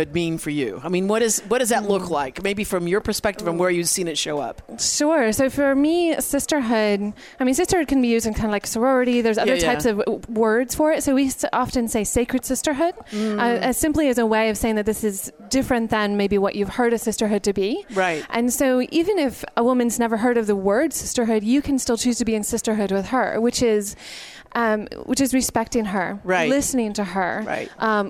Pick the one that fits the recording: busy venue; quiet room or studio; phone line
busy venue